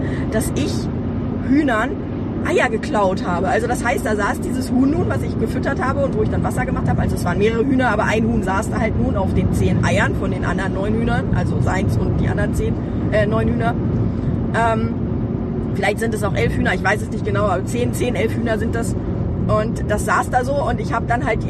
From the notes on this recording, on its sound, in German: Diese Episode ist ein bisschen anders als die anderen Episoden, weil ich sie im Auto aufgenommen habe.